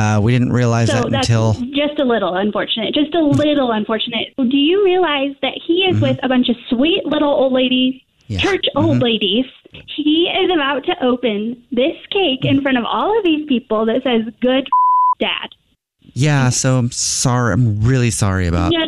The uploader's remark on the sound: phone prank style